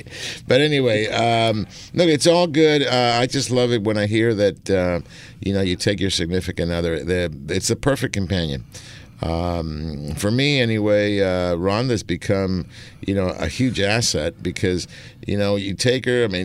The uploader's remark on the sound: "LIVE" from Angel Stadium in Anaheim, CA